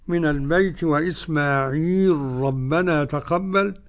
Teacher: قرأ بإدغام اللام في الراء السوسي عن أبي عمرو. السوسي وحده.